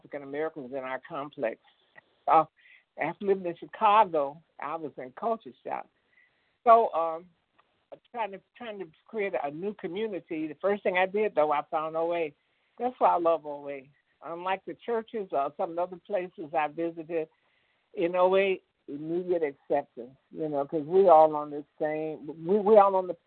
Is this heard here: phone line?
yes